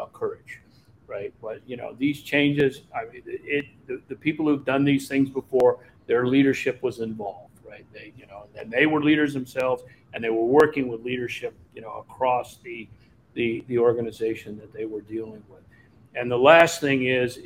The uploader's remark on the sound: Live from CDOIQ